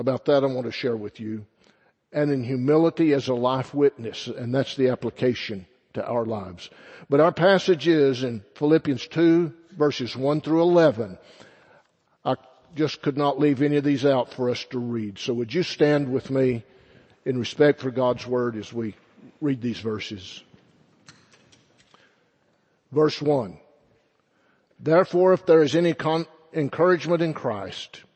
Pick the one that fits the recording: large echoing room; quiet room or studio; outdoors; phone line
large echoing room